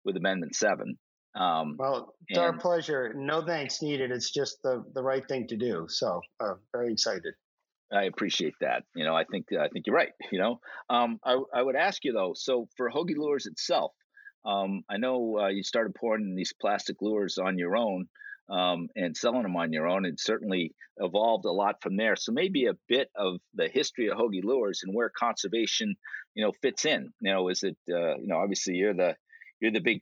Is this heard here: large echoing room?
no